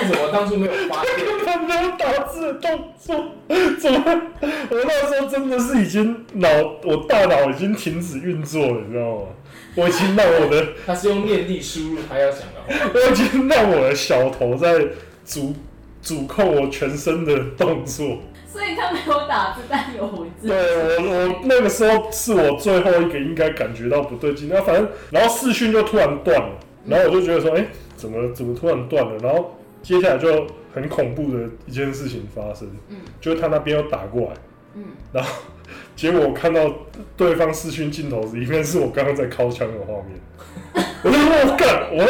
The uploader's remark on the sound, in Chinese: 早期節目錄音品質不佳，敬請見諒